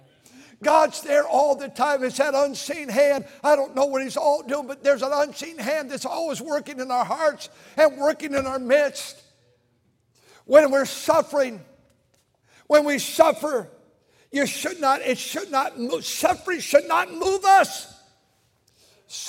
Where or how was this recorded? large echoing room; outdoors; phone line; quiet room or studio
large echoing room